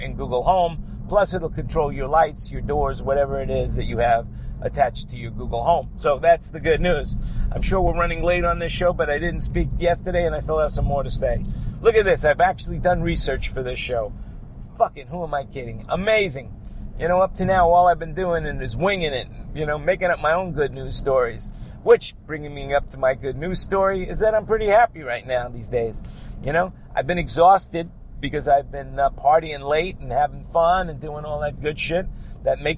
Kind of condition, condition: setting, inside a vehicle